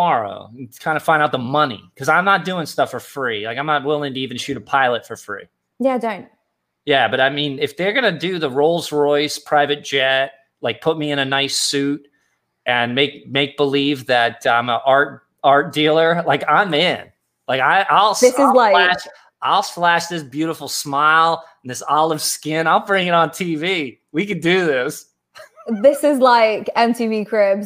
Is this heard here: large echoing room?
no